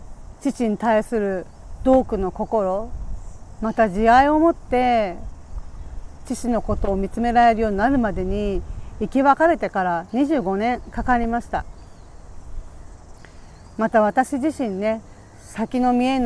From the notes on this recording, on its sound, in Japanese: 強風で、途中、風の音で音声が悪くなってしまい、すいません